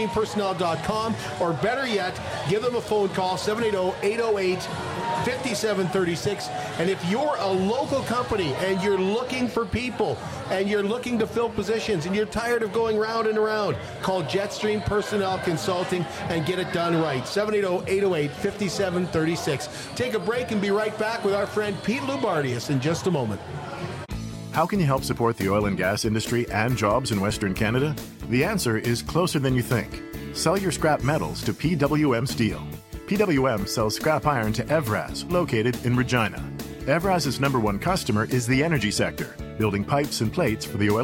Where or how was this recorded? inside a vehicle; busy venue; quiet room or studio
busy venue